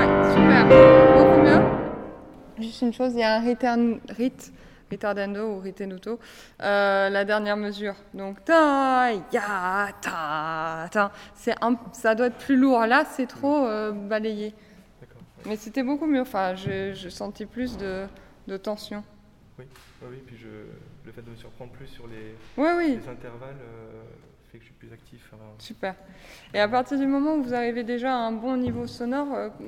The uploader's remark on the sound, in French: En public, dans le foyer du Théâtre du Châtelet. Les micros de Metaclassique capte cette session.